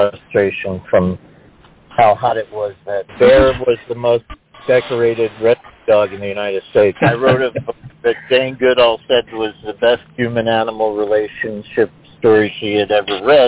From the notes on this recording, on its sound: Some poets will be calling in live, sharing their verses directly with us. We will broadcast other poets reading their poems via MP3 audio files.